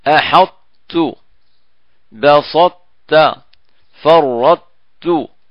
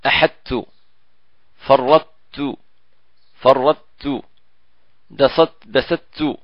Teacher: نحتفظ يعني في الإدغام على إطباق الطاء · Shown in: first take · Term: إدغام ناقص